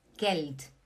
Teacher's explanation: faz um sonzinho de T no final, aí fica bem correto.